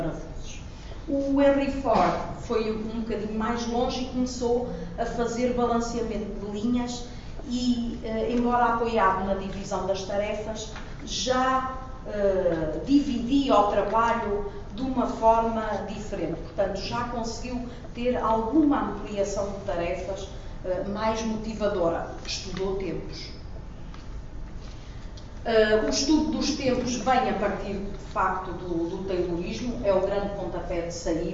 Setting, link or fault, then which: setting, live audience